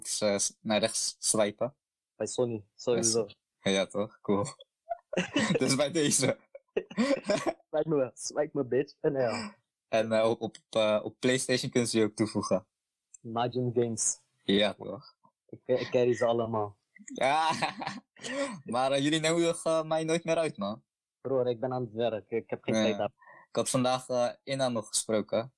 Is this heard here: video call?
yes